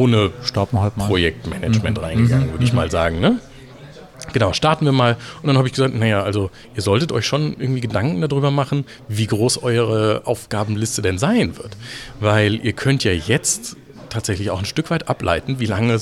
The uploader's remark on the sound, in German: die auf der Agile-Lean International Conference 2019 in Frankfurt aufgenommen wurde